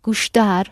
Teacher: the O's not stressed, so it sounds U